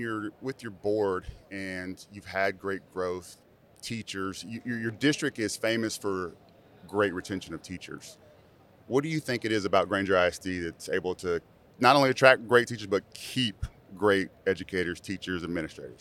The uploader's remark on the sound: This is the first of many episodes filmed at the educational conference of the year, the TASA/TASB Convention!